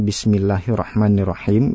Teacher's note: itu mat dua harokatnya jangan sampai lebih dari dua ya